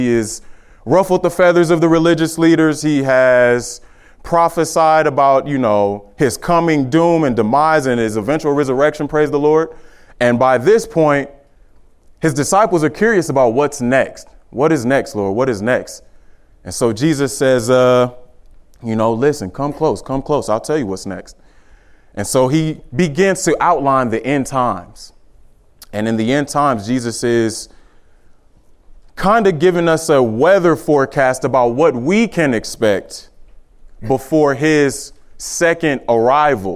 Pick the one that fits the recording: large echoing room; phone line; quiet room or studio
large echoing room